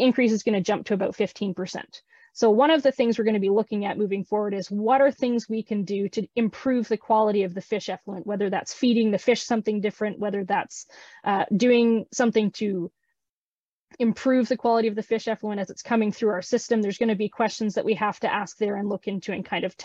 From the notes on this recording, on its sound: 3rd Annual Virtual Aquaponic Cannabis Conference. Featuring speakers from around the world.